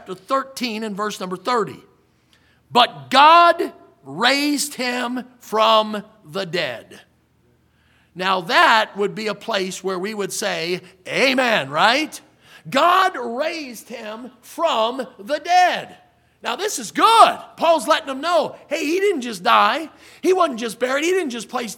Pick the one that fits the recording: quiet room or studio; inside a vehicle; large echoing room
large echoing room